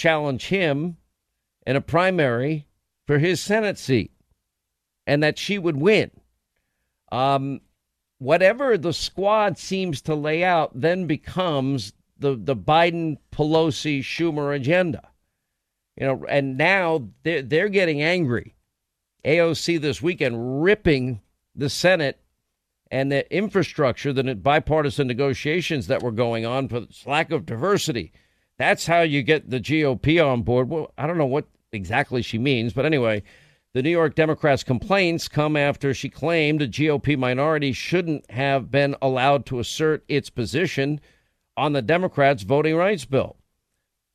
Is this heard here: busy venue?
no